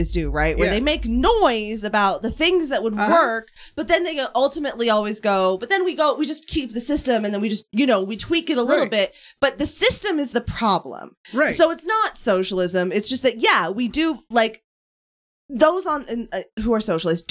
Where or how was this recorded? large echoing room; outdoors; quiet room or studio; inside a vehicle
quiet room or studio